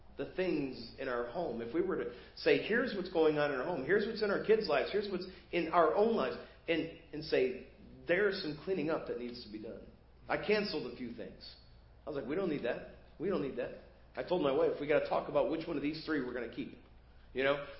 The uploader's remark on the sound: Preached at First Baptist Church of Hazel Park